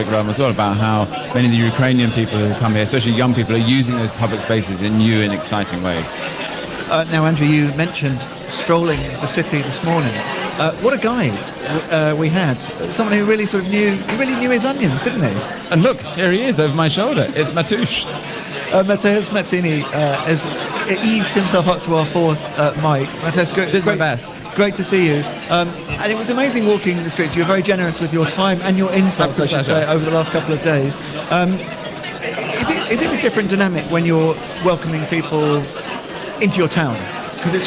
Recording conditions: busy venue